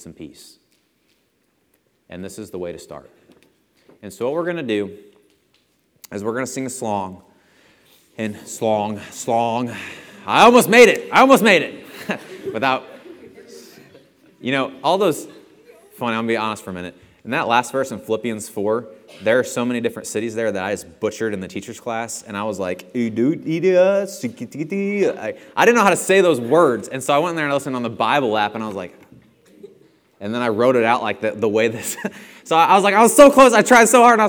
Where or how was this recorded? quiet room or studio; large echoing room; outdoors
large echoing room